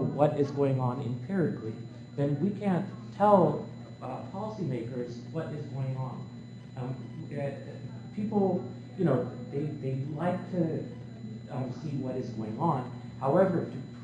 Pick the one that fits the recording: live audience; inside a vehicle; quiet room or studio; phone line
live audience